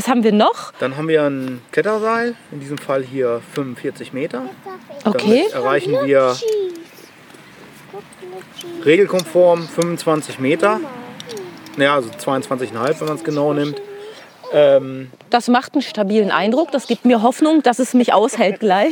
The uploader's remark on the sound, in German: auf einer 20 Meter hohen Eiche